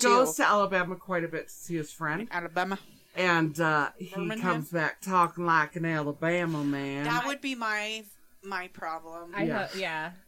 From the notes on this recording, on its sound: Do forgive us for the wonky sound